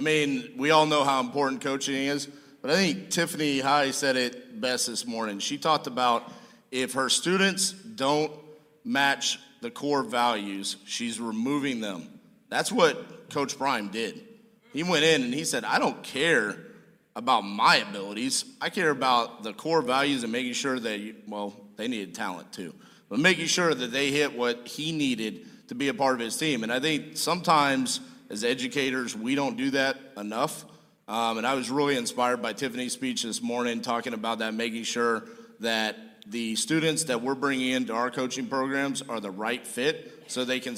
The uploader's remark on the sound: PTD Live from Tampa, Florida. To the live stage at The Family Mastermind event in sunny Tampa, Florida!